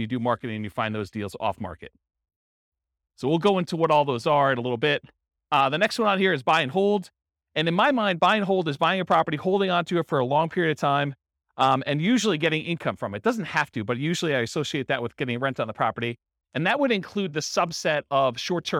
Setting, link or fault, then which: setting, live audience